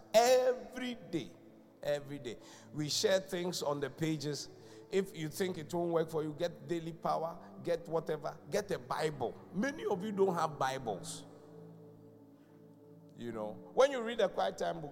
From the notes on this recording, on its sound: Preached at The Qodesh